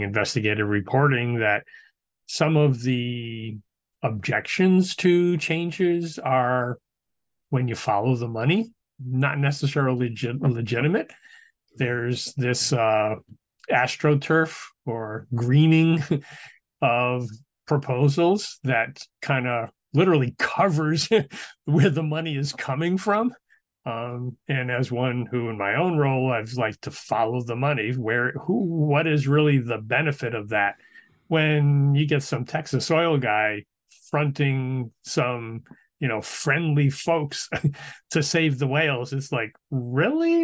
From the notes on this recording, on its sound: via the Zoom conference bridge